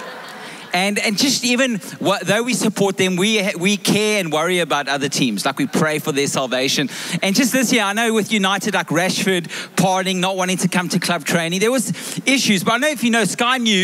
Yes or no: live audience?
yes